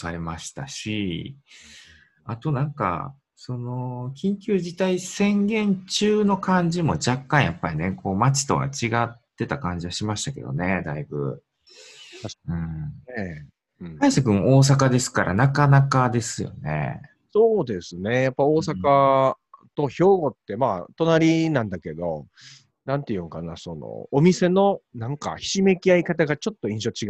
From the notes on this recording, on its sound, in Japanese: zoom収録しています